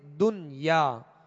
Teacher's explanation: تو نون ساکن کے بعد اسی کلمے میں یا ہے حروف یرملون میں سے، لہذا یہاں ادغام نہیں بلکہ اظہار کریں گے، اور یہ اظہار مطلق کہلاتا ہے. نہ یہاں غنہ ہوگا اور نہ ہی ادغام ہوگا، بلکہ اس کو پڑھیں گے دنیا.